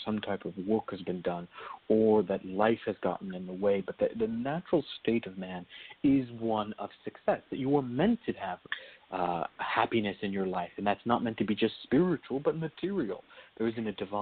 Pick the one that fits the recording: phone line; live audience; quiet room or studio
phone line